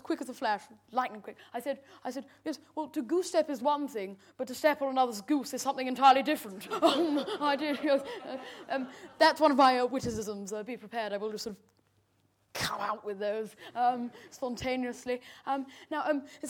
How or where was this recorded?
live audience